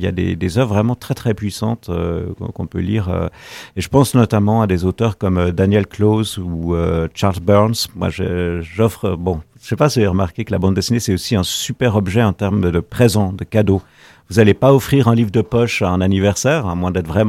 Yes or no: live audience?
no